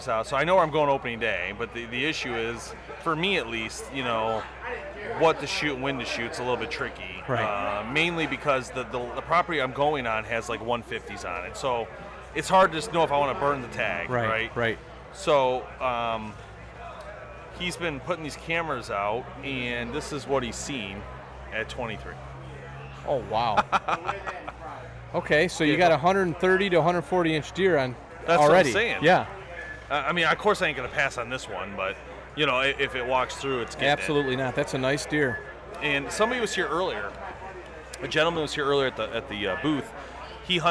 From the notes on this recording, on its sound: LIVE From Woods N Water Outdoor Weekend Show. Part 2 of the woods N water Outdoors weekend in Imlay City Michigan comes LIVE. The guys broadcast live from the weekend event.